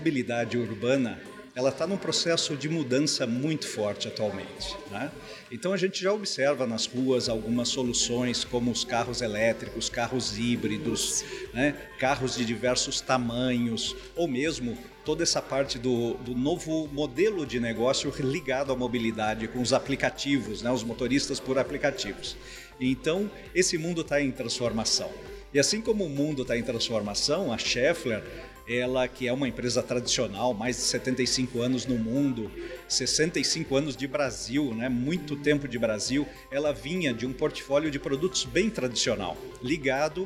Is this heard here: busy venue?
yes